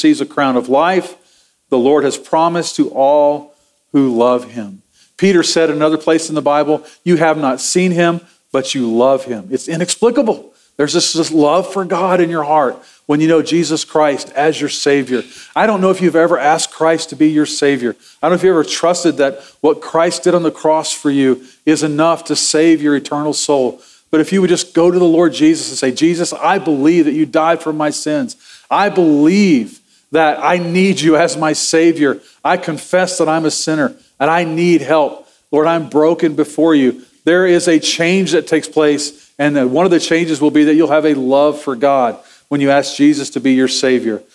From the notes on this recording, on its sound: Sermon audio from Sunday, November 12, 2023.